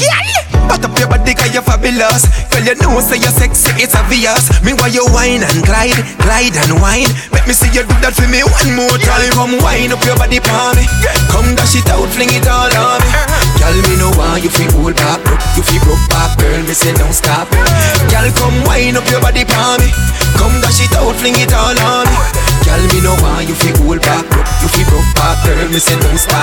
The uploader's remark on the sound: Raw Live DJ Set performed by myself in the beautiful Republic Bar, in Accra, Ghana. The fact that it's Open Air brings an awesome energy.